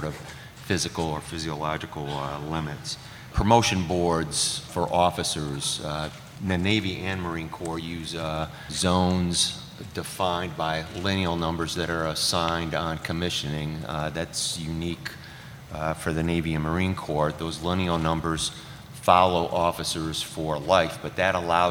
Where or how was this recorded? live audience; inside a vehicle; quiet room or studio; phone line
live audience